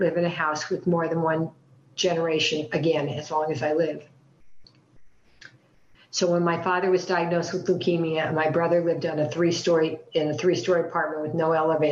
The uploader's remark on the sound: The Friends of Bill and Lois W meeting held on zoom in July of 2023.